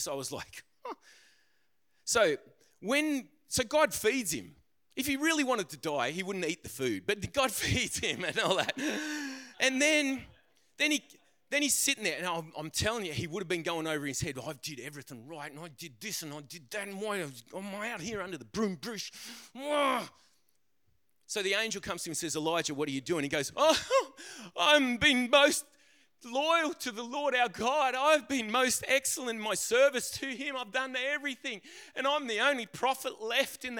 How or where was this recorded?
large echoing room